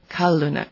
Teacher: The stress goes on the first syllable, which is contrary to how English-speaking people would normally say it.